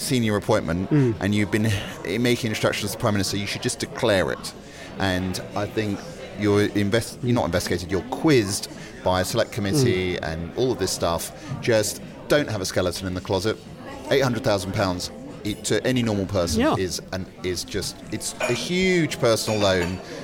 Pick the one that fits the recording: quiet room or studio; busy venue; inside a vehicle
busy venue